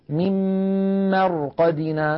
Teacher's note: نلاحظ أن الراء ساكنة قبلها مفتوح فنفخمها